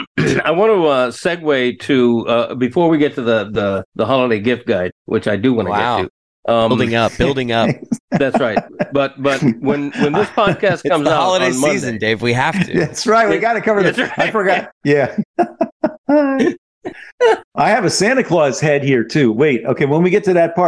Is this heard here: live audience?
no